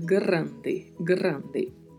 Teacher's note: Observe que ao final da palavra falamos de, grande. A gente nunca vai falar grande em espanhol, porque este som do de não existe. Então temos que falar grande, grande.